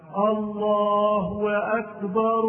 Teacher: الخطأ العاشر: إدخال واو بين الله وكلمة أكبر. بعضهم يشبع الضمة ويبالغ فيها في لفظ الله حتى يزيد واوا بين لفظ الجلالة